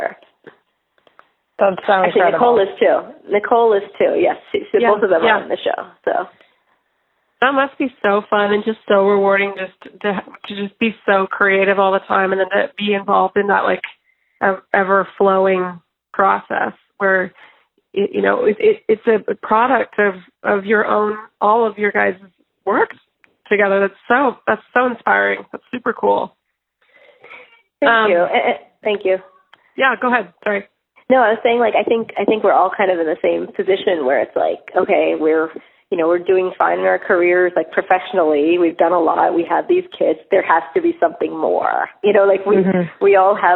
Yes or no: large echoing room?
no